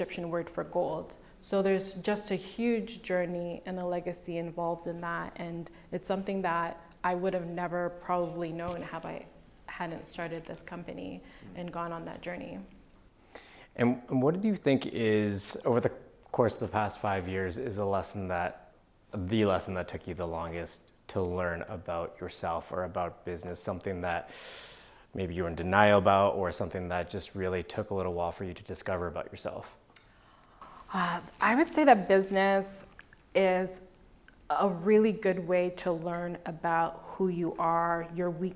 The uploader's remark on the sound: In front of a live audience. Held in a live format at the Pinterest Canada headquarters in Toronto.